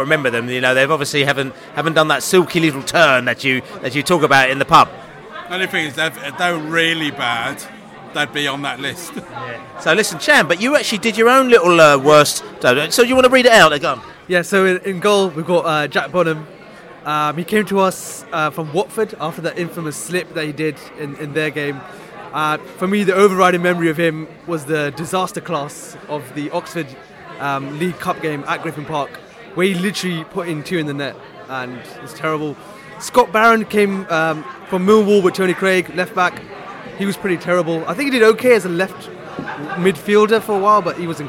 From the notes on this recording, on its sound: live and direct from The George IV pub in Chiswick